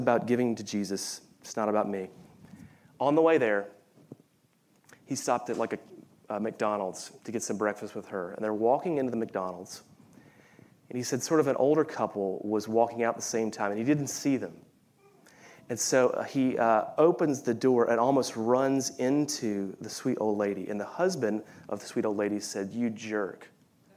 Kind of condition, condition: setting, live audience